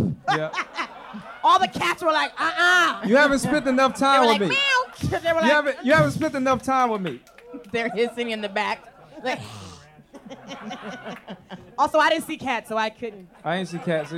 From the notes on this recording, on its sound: Unofficial Expert Live in San Francisco. Listen to our live show in San Francisco from last month. Take some audience questions.